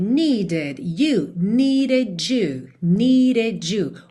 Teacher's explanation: O primeiro D virou rarará, por isso tá pintadinho de azul, claro.